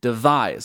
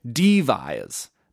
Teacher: devise is like unstressed first syllable and then stressed second syllable. · Shown in: first take · Devise, you wouldn't say devise.